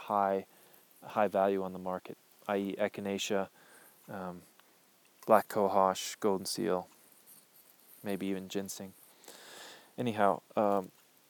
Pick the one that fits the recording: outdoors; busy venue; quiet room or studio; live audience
outdoors